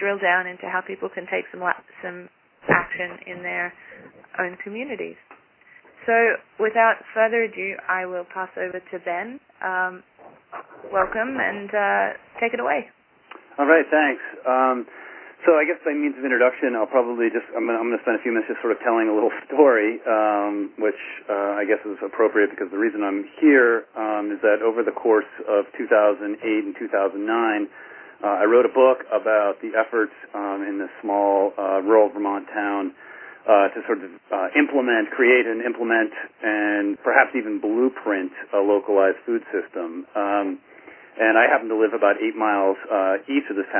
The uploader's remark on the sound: Call recorded on May 12, 2011.